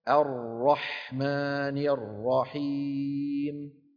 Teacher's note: يصاحب الراء المفخمة تقعر في وسط اللسان وتضيق في الحلق